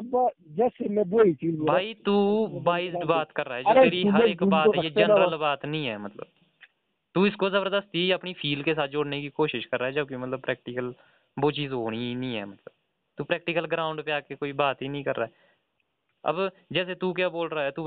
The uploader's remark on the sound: A phone talk